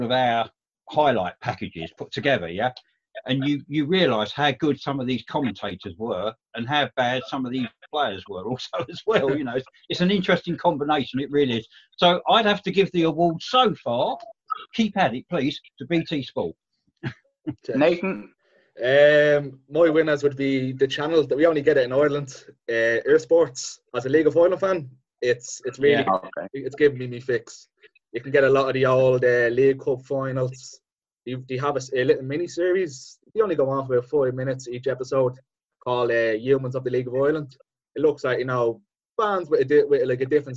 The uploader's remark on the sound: Zoom Show